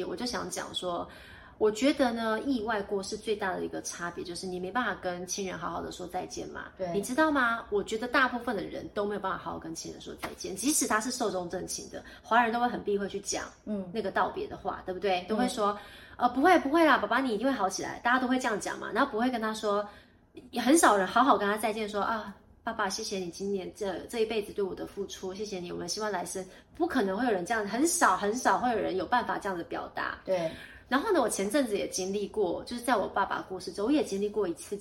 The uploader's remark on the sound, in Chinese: 本集不是在錄音室錄製，有點空間感